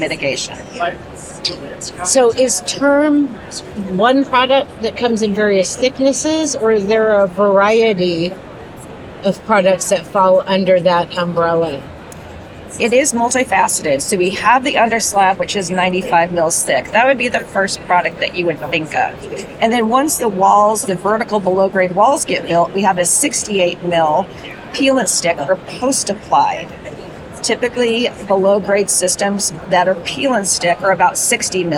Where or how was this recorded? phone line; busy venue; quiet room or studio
busy venue